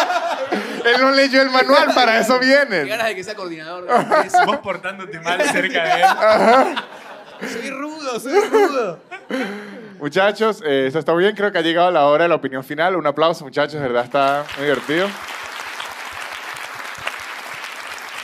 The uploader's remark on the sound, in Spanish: Un episodio grabado en vivo en el teatro picadero.